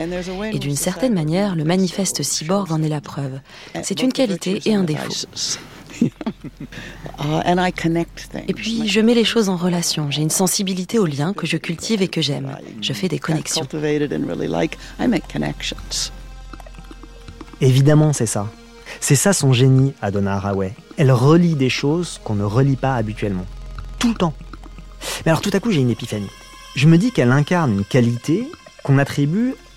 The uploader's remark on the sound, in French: sous un arbre